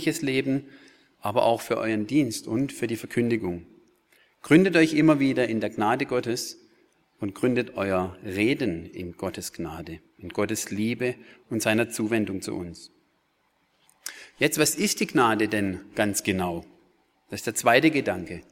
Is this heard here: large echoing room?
yes